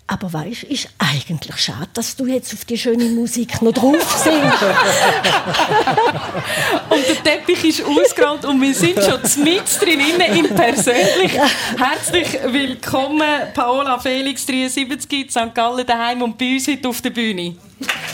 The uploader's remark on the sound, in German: Live mit Publikum aus dem Werdenberger Kleintheater Fabriggli in Buchs/St.